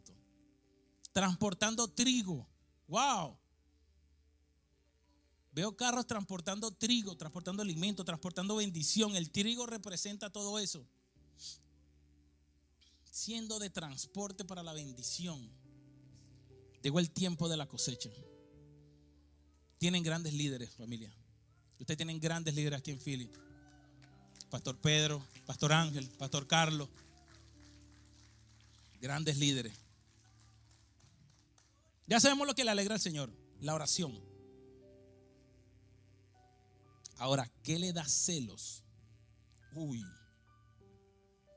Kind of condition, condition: setting, large echoing room